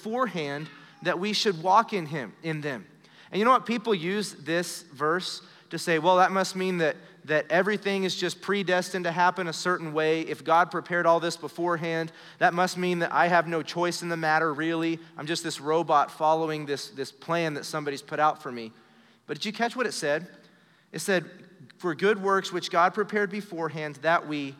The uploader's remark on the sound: Recorded live during our Wednesday night service